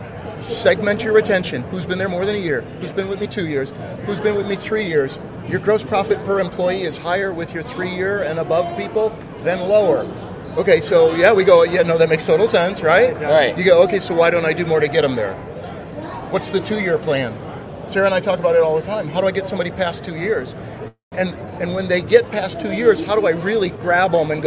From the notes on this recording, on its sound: We're live from the NADA Show Floor for the Ribbon Cutting. We grabbed a couple of friends to chat about their NADA Show experience so far.